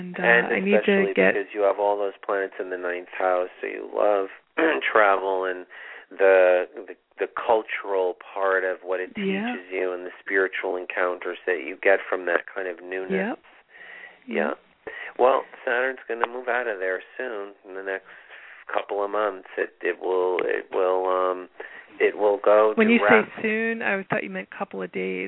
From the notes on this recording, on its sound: This is a call in show with live mini-readings!